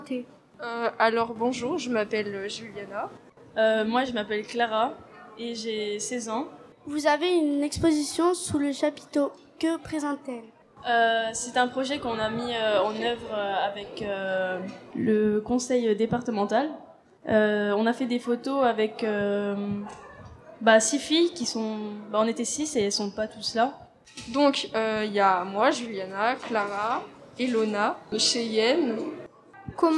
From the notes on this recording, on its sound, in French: Celle-ci a été diffusée en direct et en public depuis le festival de la photo animalière et de nature de Montier-en-Der.